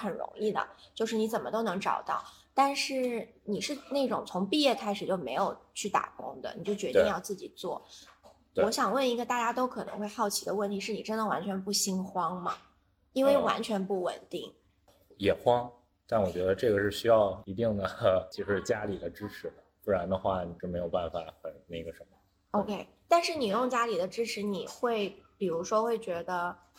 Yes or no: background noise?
yes